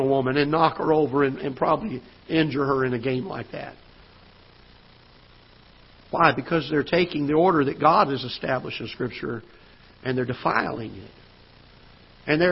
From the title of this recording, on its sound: Ketha Heights Baptist Church ~ Live Broadcast